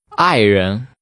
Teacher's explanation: Using falling and rising tones, say spouse.